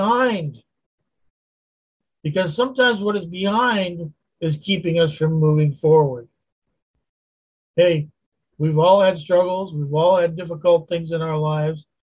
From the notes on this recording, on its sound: Wednesday Zoom study.